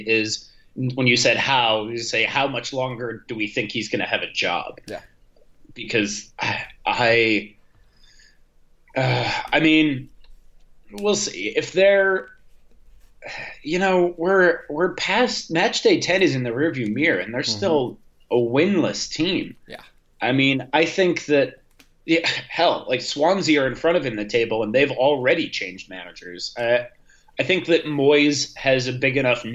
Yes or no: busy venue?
no